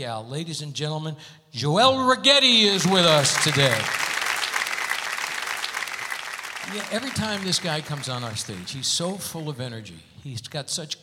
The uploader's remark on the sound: Live at the SouthPoint Casino